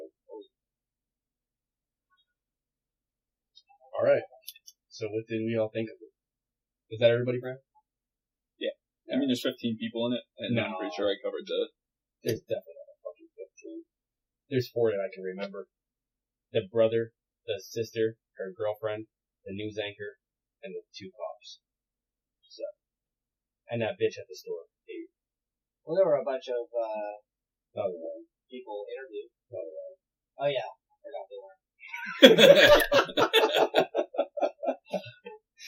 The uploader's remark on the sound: We want to let you know before listening that there was an audio issue with this episode, so if it sounds even worse than normal that's why.